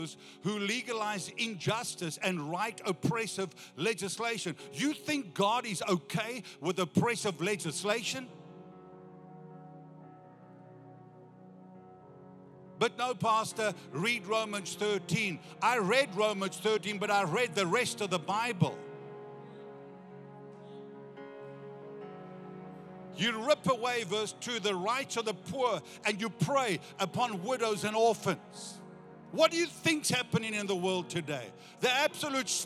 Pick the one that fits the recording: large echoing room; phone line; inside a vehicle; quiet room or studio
large echoing room